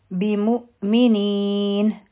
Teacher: په همزه باندې سکون دی جټکه به ورکوو نو دا به شي بمؤمنین.